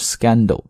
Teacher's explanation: corruption 这个单词就可以表示腐败和贪污， corruption 重音呢落在 rup 上面啊，corruption。那后面的 scandal 一定要注意这个发音，不是 scandal 啊， s 后面的 c 音呢不送气